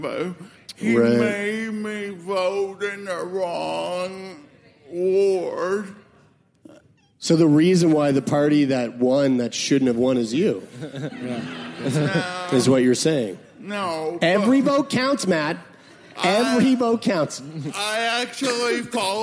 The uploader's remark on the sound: This week on Sickboy we're LIVE from SAIT in Calgary Alberta!